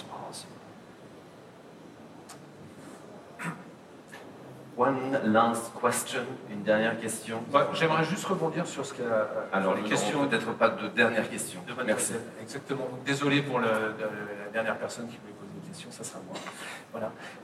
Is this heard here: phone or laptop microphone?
yes